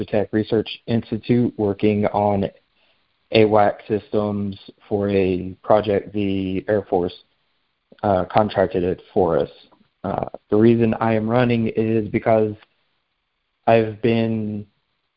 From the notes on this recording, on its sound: live telephone town hall recorded on March 13, 2021